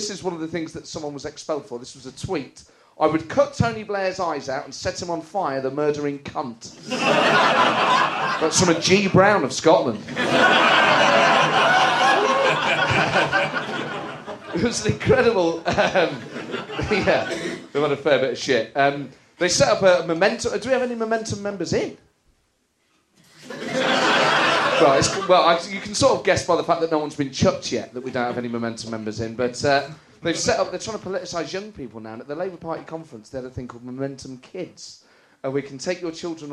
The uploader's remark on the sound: joined on stage this month